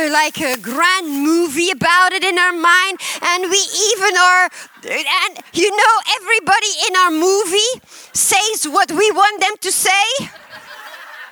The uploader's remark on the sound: at Harvest Bible Church in Stockton, CA.